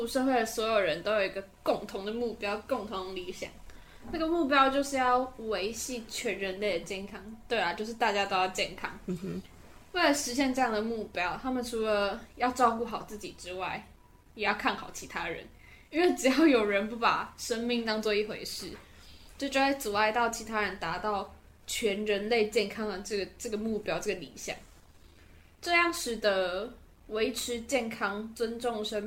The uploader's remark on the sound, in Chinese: 如有雜音請見諒。換季，鼻子過敏，過敏人請舉手！附近就是榮總 真的很抱歉！場地與設備不完善，全真實錄音現場，絕無僅有。